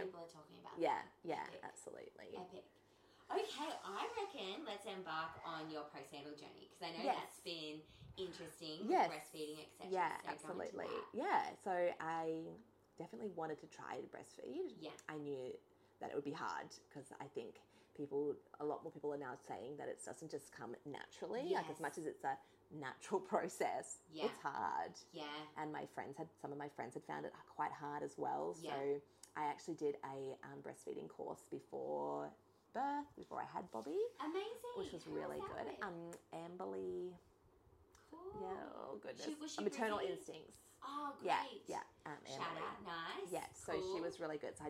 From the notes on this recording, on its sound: SORRY FOR THE CRAPPY NOISE! Tech difficulties.